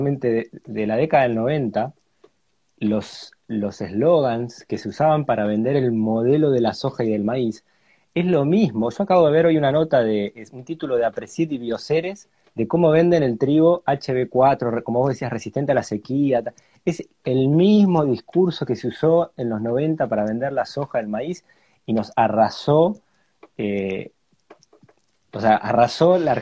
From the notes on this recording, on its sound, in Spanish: charla en vivo por Instagram